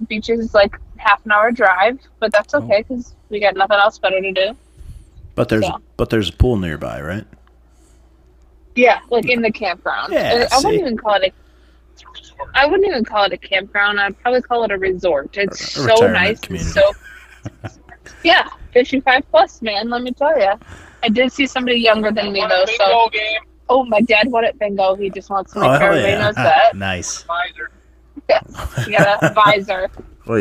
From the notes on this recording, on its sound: they're joined over the phone by a special guest.